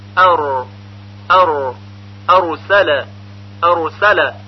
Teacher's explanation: در هنگام تلفظ حرف را سر زبان با سرعت شروع به ارتعاش و لرزه میکنه، یعنی وقتی میگوییم مثلا ارسل ارسل، برای تلفظ را سر زبان چندین بار با سرعت زیاد به لثه دندانهای ثنایای بالا برخورد میکنه و کنده میشه · در حین تلفظ حرف را سر زبان به ارتعاش و لرزه در اومده و مکررن به لثه ثنایای بالا برخورد میکنه. اما باید دقت کرد که این ارتعاش و لرزه به صورت قوی و درشت نباشه، زیرا در یک لحظه چند حرف را تولید میشه. · Term: تکریر